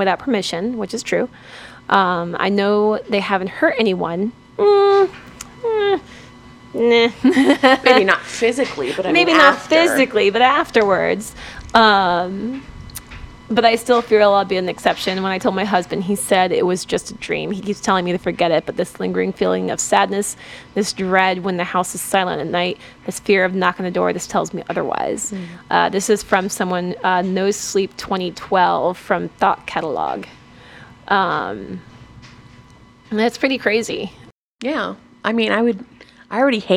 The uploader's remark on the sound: Please disregard the sound of the dryer in the background!